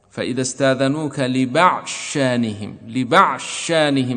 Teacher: الضاد هنا تنعدم وتدخل في الشين ولا يبقى لها أثر، لا إطباق ولا صفة من صفاتها، لم ينص العلماء هنا على بقاء صفة الضاد، بل تذهب صفتها وذاتها.